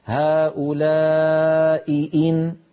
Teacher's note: أي عندنا هؤلاء إن كنتم صادقين، التقى همزتان في النطق، هؤلاء إن همزتان، لابد من بيان الهمزتين وألا يضيع صوت إحدى الهمزتين بسبب المجاورة